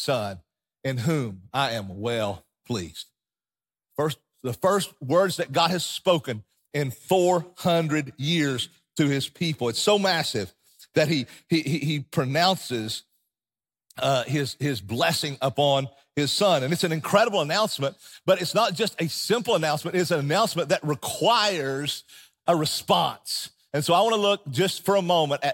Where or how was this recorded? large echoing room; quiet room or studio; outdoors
large echoing room